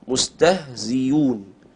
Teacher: نبدلها ياء مضمومة، ياء مناسبة لحركة الكسرة التي قبلها، مضمومة مناسبة للهمزة التي أبدلت عنها · Term: مذهب الأخفش